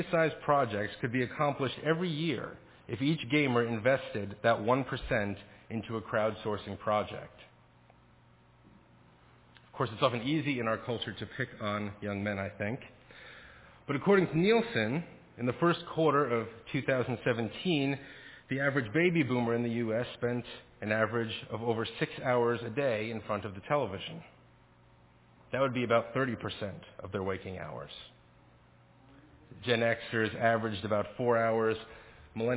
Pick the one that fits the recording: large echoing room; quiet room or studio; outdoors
large echoing room